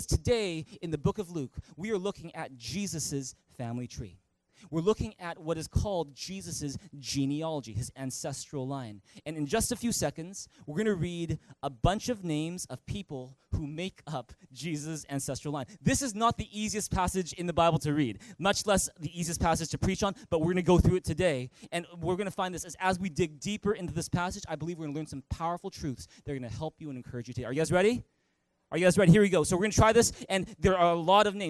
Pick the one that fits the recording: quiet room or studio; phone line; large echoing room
large echoing room